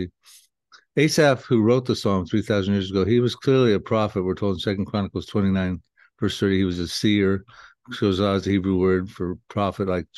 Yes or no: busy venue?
no